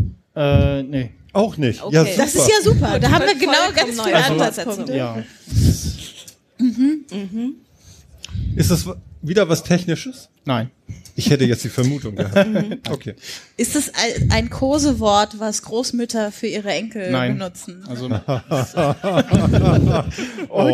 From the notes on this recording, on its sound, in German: Chaos Communication Congress statt Auf dem 33c3 in Hamburg fand die dritte Ausgabe statt, erstmals vor großem Publikum und unter Alkohol Einfluss! An vierter Stelle gab es wechselnde Teilnehmer aus dem Publikum vor Ort!